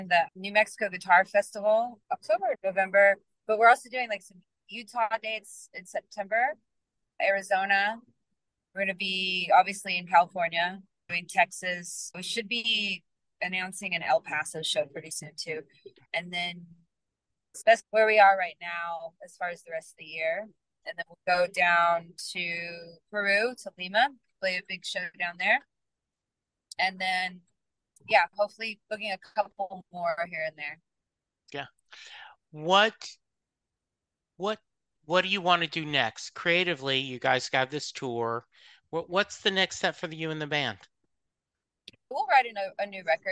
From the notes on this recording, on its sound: joined me from her car right after sound check for a gig in NYC